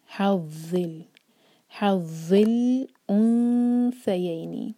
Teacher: ہماری زبان اوپر والے دانت پر لگے اور ٹپ تھوڑی سی باہر ہو اور اندر سے زبان اٹھائیں گے تھوڑی سی ہیوینس لانے کے لیے حظ اور زبان کا ٹپ نہیں یوز کریں گے پورا سامنے کا جو پارٹ ہے وا کے لیے حظ حظ الانثیین ضو کے بعد جو ہے الف، یہ ہے حمزۃ الوصل، تو ضو کو لام سے جوڑیں گے، لام قمریہ.